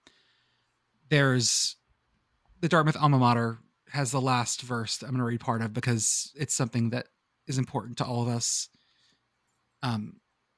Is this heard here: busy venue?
no